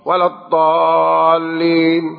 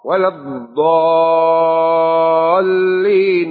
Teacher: with a ضاد and having shadda on the lam · Shown in: second take